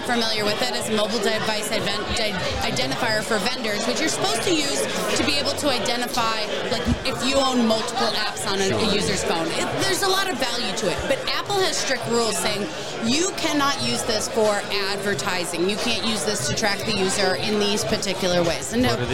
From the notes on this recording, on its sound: Trimarc Live at Shmoocon 2023.